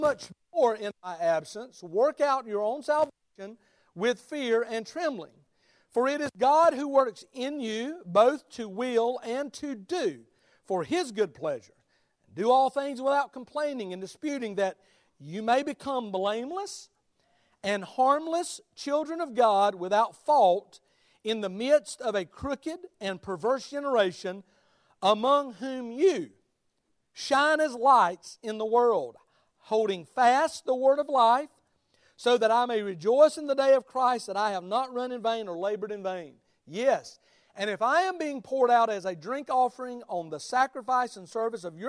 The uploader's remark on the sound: Sermon of the Sunday morning service at Liberty Baptist Church.